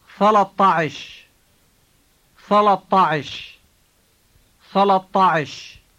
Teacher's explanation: notice that the final A in ثلاثة is replaced with a T sound before adding عش